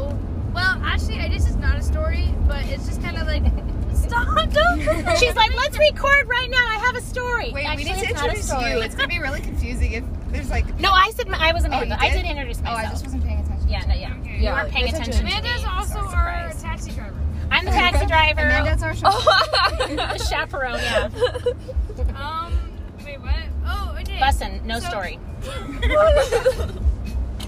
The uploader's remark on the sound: This time we are driving home from the camp out.